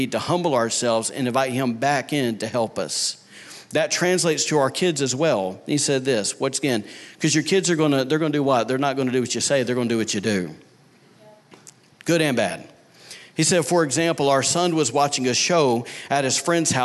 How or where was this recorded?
large echoing room